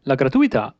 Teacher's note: la gratuità, con l'accento sulla A